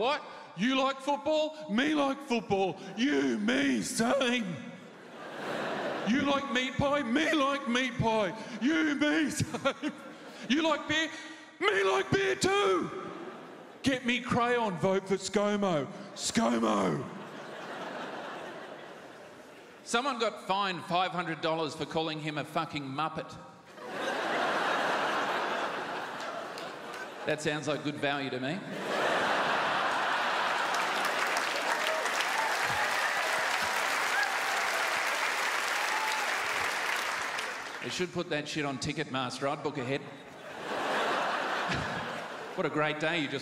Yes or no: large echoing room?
yes